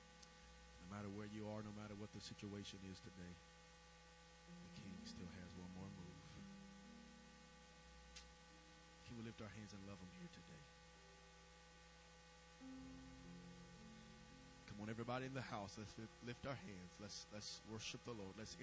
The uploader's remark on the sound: May have to listen with headphones due to low recording volume